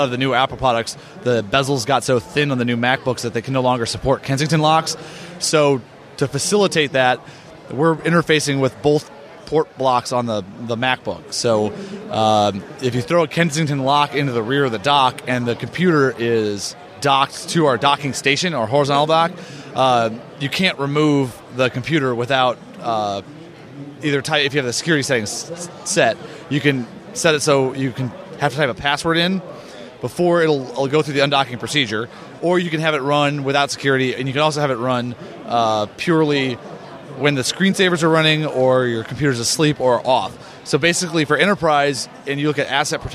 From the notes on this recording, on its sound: A special episode of the Maccast with the third day of interviews from the expo floor at Macworld/iWorld 2014.